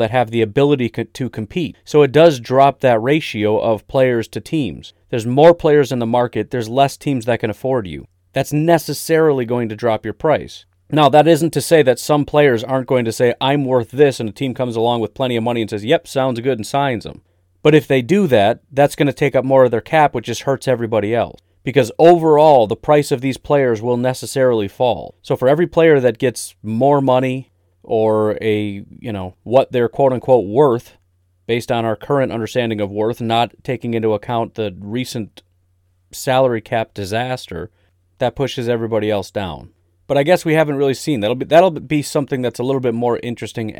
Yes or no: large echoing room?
no